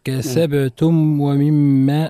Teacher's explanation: الميم الساكنة في لفظ كسبتم حكمها الإظهار عند الواو · Term: إظهار الميم